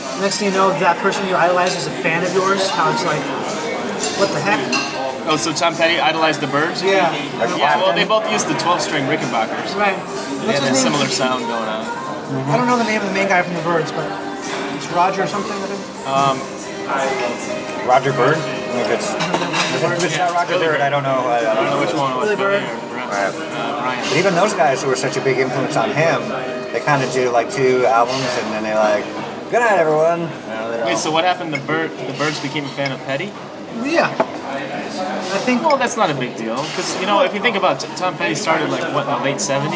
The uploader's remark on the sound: at Palms Thai in Hollywood.